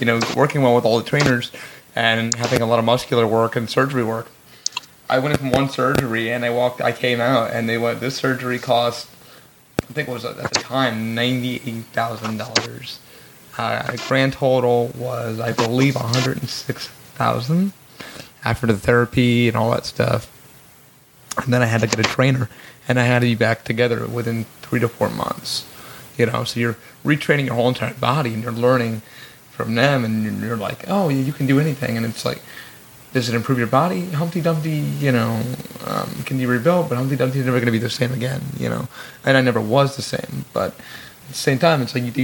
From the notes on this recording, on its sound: SORRY FOR THE AUDIO